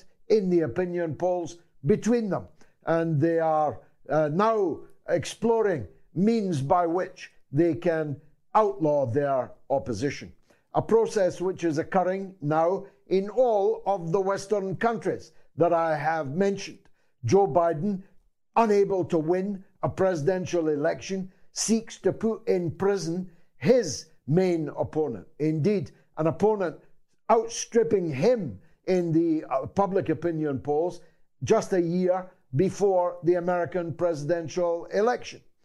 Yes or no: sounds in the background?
no